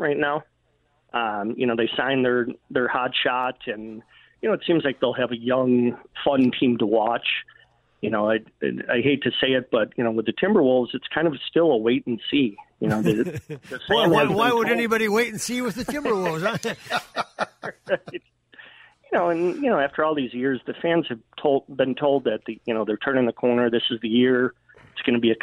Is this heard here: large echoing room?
no